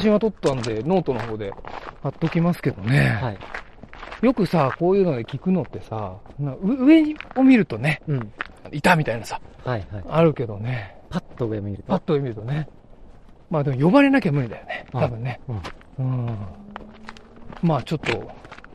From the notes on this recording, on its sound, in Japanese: 古くからさまざまな噂の絶えない青木ヶ原樹海に行きました。富岳風穴から鳴沢氷穴を結ぶ自然道を歩きながらの現地リポート。